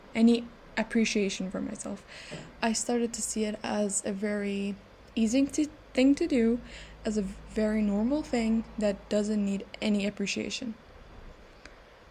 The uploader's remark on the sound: please ignore the background noises